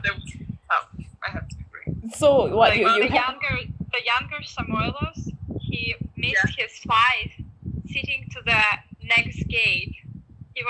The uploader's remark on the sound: Please note that this is not an actual podcast with fancy equipment, so please forgive the mediocre audio quality and excessive laughing. I’m terribly sorry for all the background wind noises.